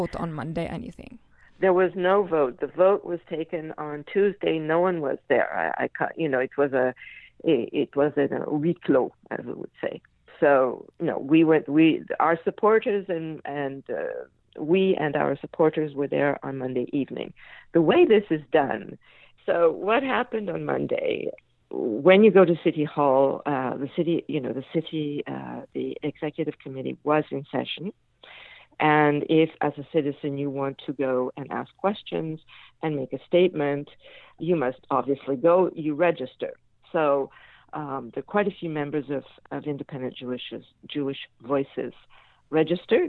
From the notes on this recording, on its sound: I had with me on the phone